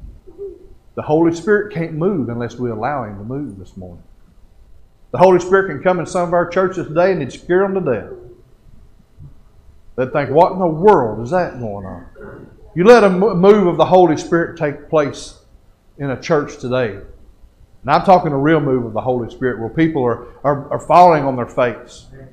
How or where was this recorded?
large echoing room